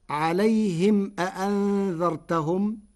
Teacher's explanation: قرأ ورش عليهم أأنذرتهم بضم ميم الجمع ووصلها بواو مدية فتكون مدا منفصلا بقدر 6 حركات، ولو تركت لبقيت الميم ساكنة، وتحركت بجميع الحركات وضاع معنى الجمع.